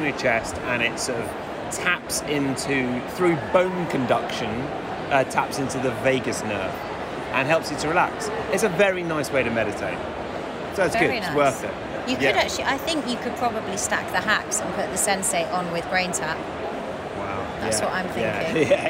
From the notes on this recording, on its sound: LIVE Chat From London's Health Optimisation Summit. A very special conversation that took place live at the event.